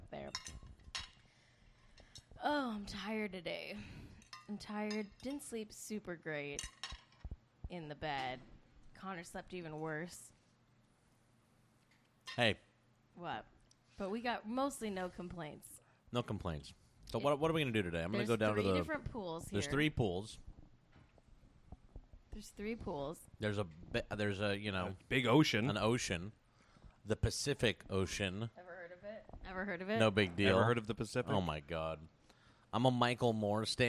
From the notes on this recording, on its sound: Did a test episode of their new travel set up and recorded live from Rosarito Beach, Mexico! Since they were broadcasting live from a family vacation. Episode originally aired live on Twitch.